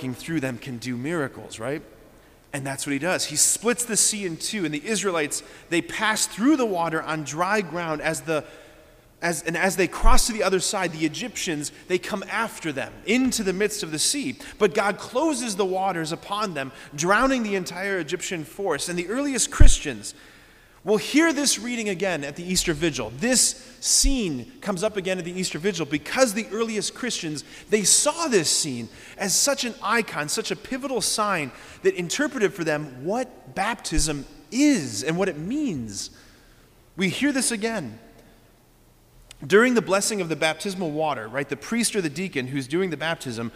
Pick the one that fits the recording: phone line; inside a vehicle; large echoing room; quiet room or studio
large echoing room